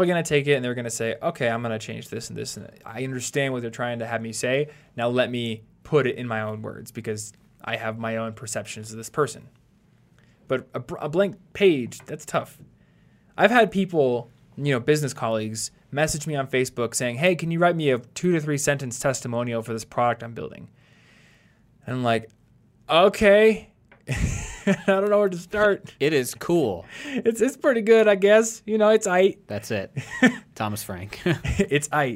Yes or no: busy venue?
no